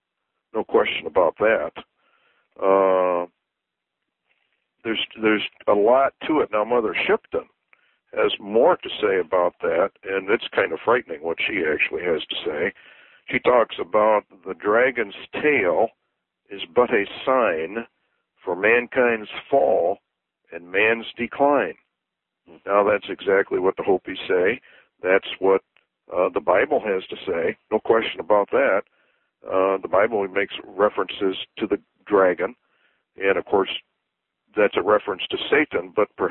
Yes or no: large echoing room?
no